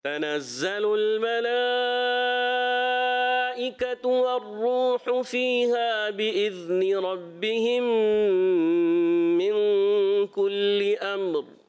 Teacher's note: اچھا، یہاں پر جو ہے بإذن، تھوڑا سا مجھے ذال ہلکا سا محسوس ہوا ہلتے ہوئے، اور من كل أمر یا میم بھی ہلکا سا تھوڑا سا آپ کا ہلتے ہوئے محسوس ہوا، تو آپ نے پڑھنا ہے تنزل الملائكة والروح فيها بإذن ربهم من كل أمر. یعنی میم کو ساکن کر کے پھر را کو کلیئر کرنا ہے، را کو پر کرنا ہے